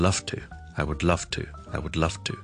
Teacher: LOVE 是 love, love,love，如果我后面不是一个都是声带震动的音，例如譬如我 to, T-O T 音呢是一个声带不震动的, t, t, t,的音来的，那我 love to 的时候呢，我那个 V 音呢，我是不需要读到个 V 是那么 voice 的，即是我不需要 loveto， I would love to 不需要的，反而我听下去呢是像一个 F 音的， I would loveto， I